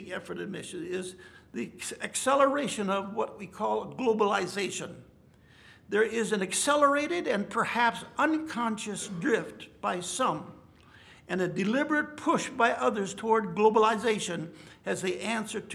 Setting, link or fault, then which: setting, large echoing room